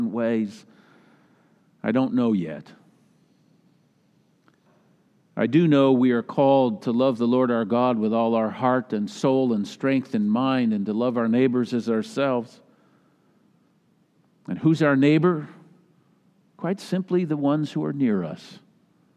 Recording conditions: large echoing room